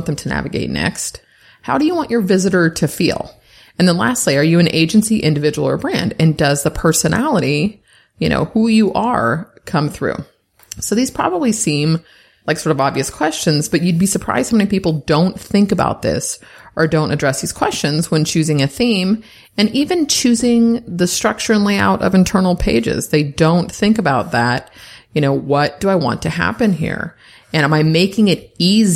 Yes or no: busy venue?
no